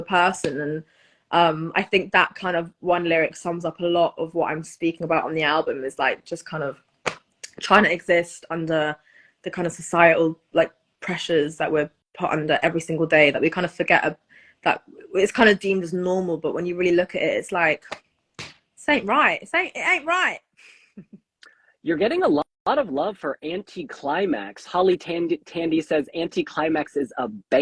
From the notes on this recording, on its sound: during an Instagram live on September 26